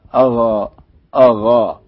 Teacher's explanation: القاف نطقت قريبة من حرف الغين